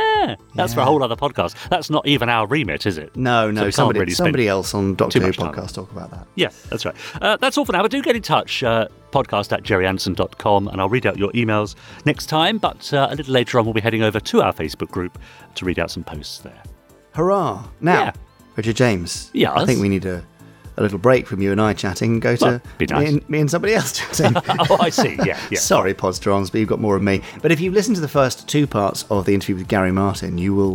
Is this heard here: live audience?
no